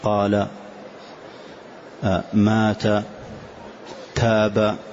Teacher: فكل حرف من حروف المد الثلاثة هذه تمد مدا طبيعيا بمقدار حركتين، فتقول قال، فما تقول قال ولا تقول قال، وإنما مدا طبيعيا كما هو، قال، مات، تاب.